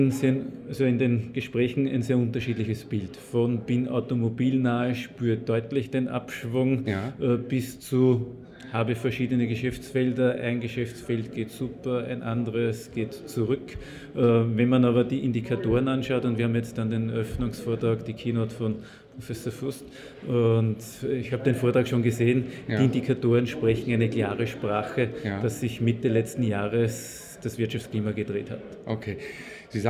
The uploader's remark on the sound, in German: Der Performance Manager Podcast war live vor Ort und hat auf dem größten Controller-Fachtreffen Europas mit den Who‘s Who im Controlling geredet.